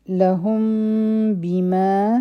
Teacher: د میم ساکن اخفا دا کو دوه سیکنډه ټایم به ورکو او زموږ شونډې به مکمل طور بندې نه وي لږ ګیپ به وي پکې